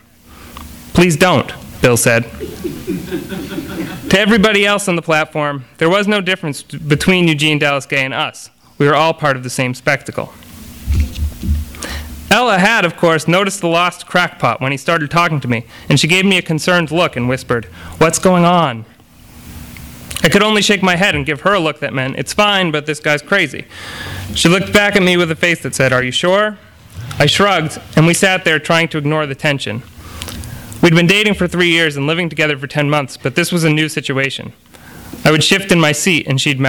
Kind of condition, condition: setting, live audience